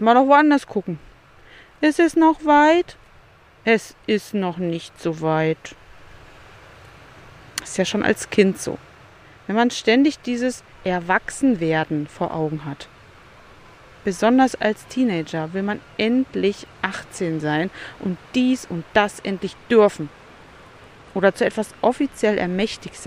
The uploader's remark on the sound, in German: Das Meer ist mein Begleiter in dieser Folge, ein Strandkorb mein Aufnahmestudio. Es ist kurz vor Sonnenuntergang an einem der schönsten Strände die ich kenne. Paar Minuten White Noise am Ende.